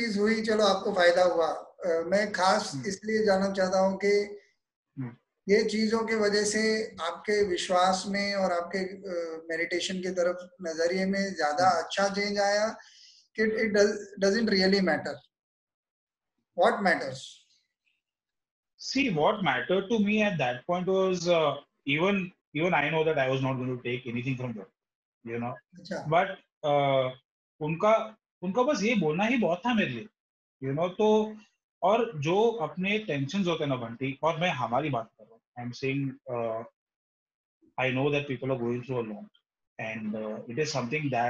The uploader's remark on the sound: This is the audio part of a video chat.